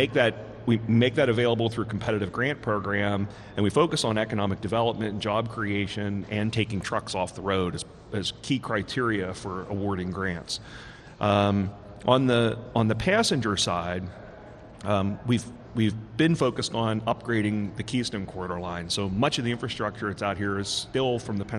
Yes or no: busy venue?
yes